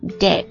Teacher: 它这个 b 是不发音的，直接读作 debt